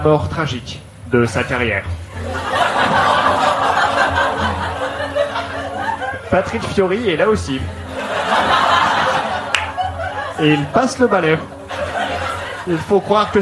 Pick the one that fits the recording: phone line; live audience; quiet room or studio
live audience